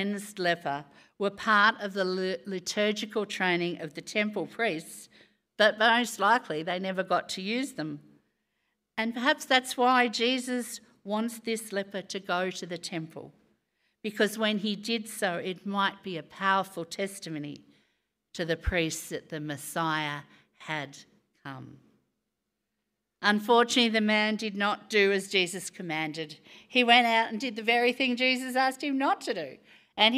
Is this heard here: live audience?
yes